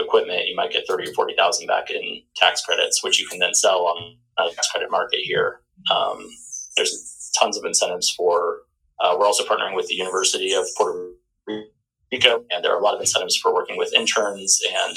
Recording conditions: poor sound quality